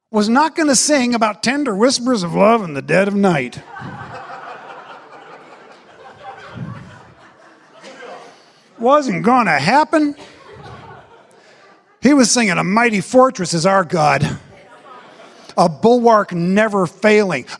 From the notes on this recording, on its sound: special series from our Apple Tree Gathering conference